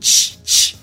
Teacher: um som que eu tenho que encostar a língua no céu da boca